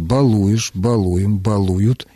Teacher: если мы употребляем его в настоящем времени, где суффикс претерпевает изменения, ударение падает на суффикс. Балуешь, балуем, балуют и так далее.